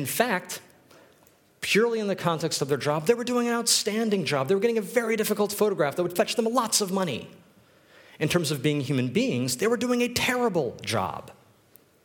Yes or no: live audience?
yes